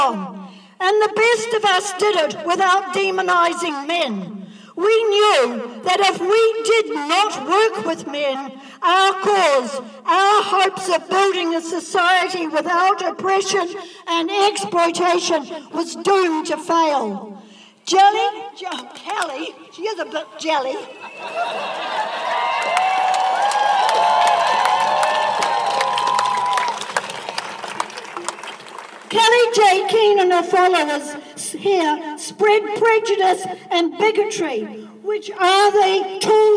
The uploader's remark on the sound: at the “Rally for Trans Acceptance and Reproductive Rights” in Wellington, New Zealand on 25 March 2023